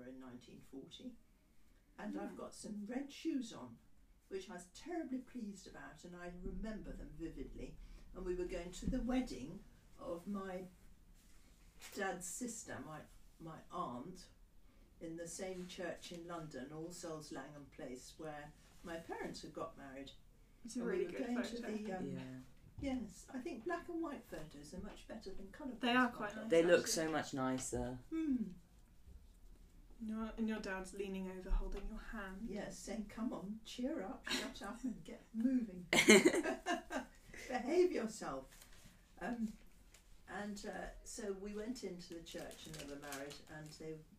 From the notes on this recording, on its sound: She does talk very quietly. We’ll get the sound right eventually.